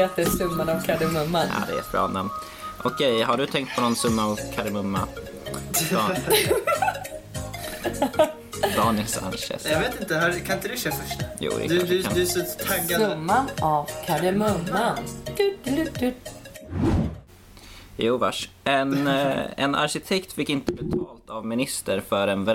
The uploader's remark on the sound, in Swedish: Tyvärr råkade vi ovetandes spela in avsnittet på ett knarrande bord vilket vi inte hörde under inspelningen.